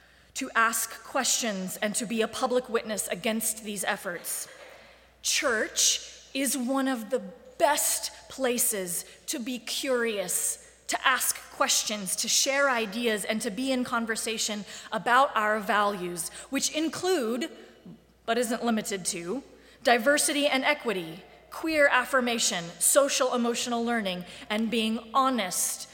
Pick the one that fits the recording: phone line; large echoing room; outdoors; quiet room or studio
large echoing room